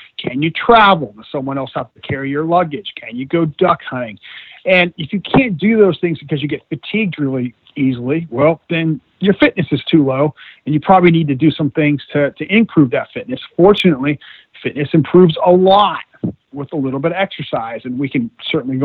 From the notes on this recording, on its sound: via internet phone